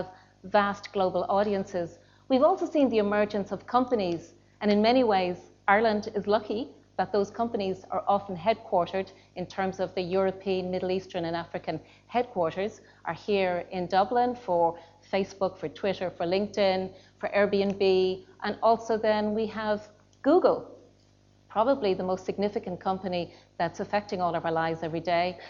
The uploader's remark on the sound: This panel discussion took place on 1 May 2019 at the Royal Irish Academy.